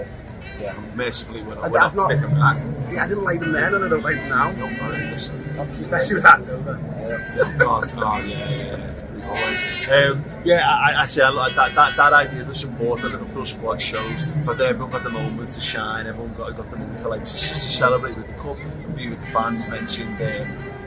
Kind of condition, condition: setting, outdoors